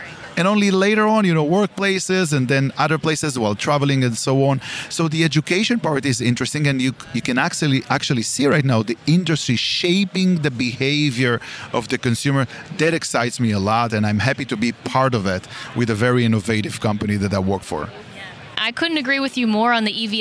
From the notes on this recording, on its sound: This episode was recorded on location at MOVE America 2023.